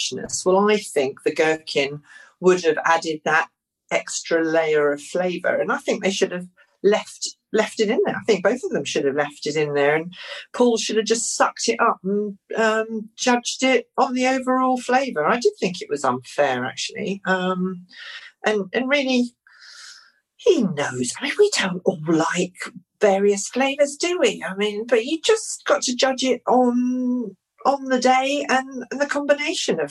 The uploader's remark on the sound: recorded this podcast remotely via Zoom